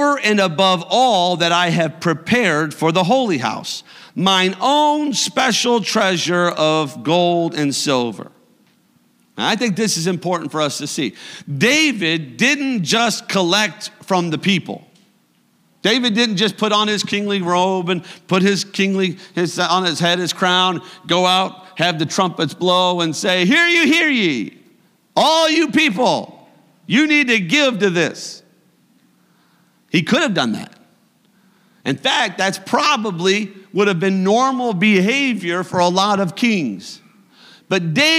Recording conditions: large echoing room